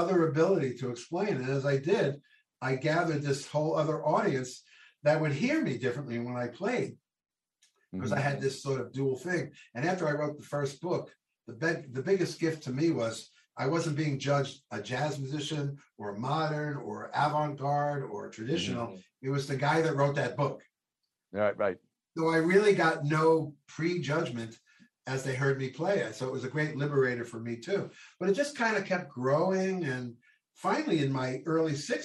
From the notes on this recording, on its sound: This program was recorded via video conference on February 3rd, 2022 by the Commonwealth Club of California.